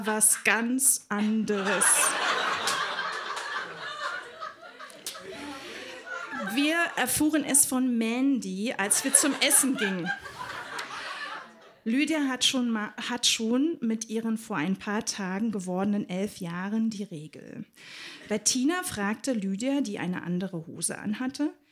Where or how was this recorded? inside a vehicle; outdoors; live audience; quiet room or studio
live audience